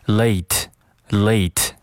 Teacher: 些，变成 were，were，were。那这个时候这句话就变成了，We're gonna belate。We're gonna belate。那在这句话中有一个关键词，就是 late。所以说，你不管前面读得多快，这个 late 尤其是这个 A 的这个双元音， A 一定要记得读完整了